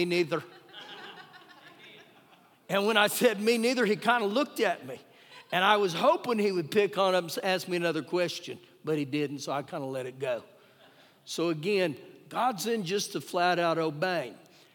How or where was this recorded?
live audience